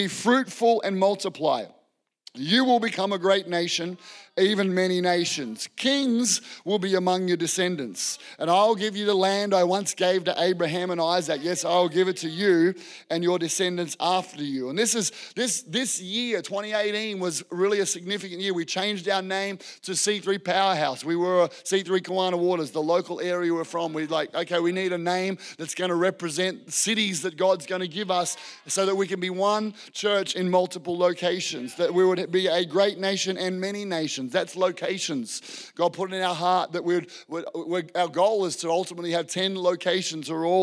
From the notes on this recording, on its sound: This was recorded in our Melbourne East service on the 5th of February, 2023